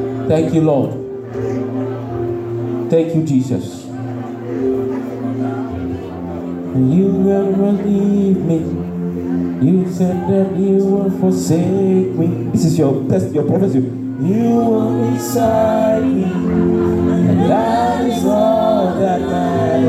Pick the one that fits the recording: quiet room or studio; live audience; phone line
live audience